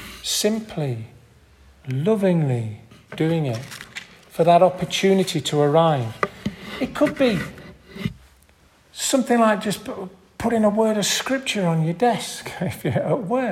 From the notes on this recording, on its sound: This audio recording was taken from the 10:30 Morning Communion service at St Mary and St John's Church in Hardraw on June 18th 2023.